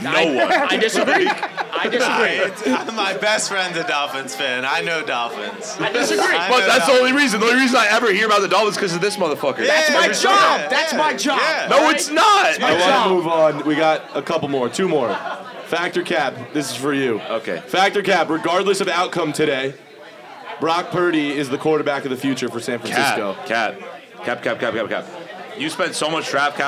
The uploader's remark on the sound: LIVE FROM OVERLOOK NYC. The Caps Off crew hit the bar in NYC for a live podcast.